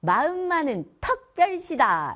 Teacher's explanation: 특별시의 의 발음을 어로 하는 사투리예요